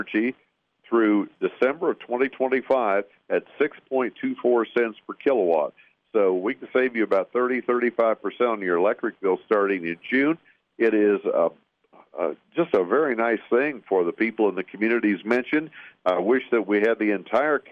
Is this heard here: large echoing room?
no